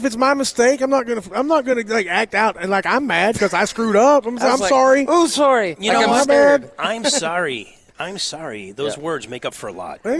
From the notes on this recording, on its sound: WE ARE LIVE AT BON SECOURS WELLNESS ARENA FOR THE LEO SANTA TOY DRIVE